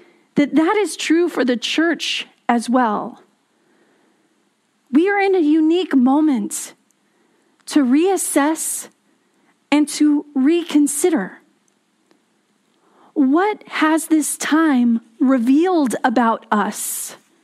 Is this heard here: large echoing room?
yes